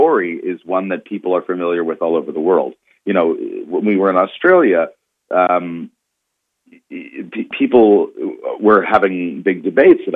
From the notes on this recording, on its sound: speaks to Artslink on the phone